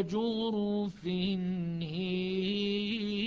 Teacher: الألف وقعت بين الهاء والراء المكسورة، فهنا أيضا شعبة يميلها، يميل ألف هار · Term: إمالة